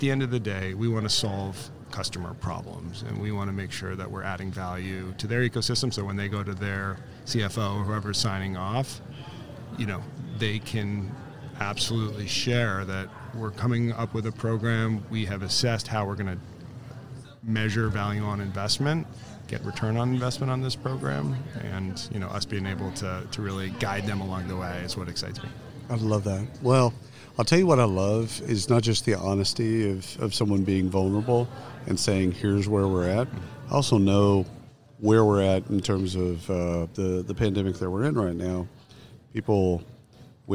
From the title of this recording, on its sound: Live from SHRM 2022